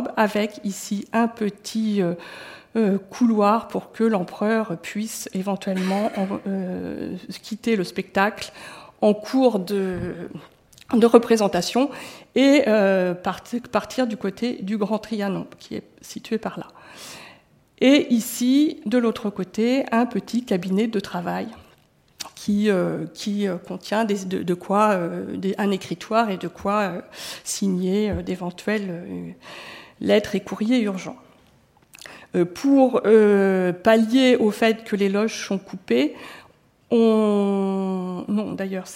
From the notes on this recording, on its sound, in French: Intervention enregistrée le 23 octobre 2014 dans le cadre du colloque « Conserver et restaurer les théâtres historiques (XVIIIe – XIXe siècles) : pour qui, pour quoi ?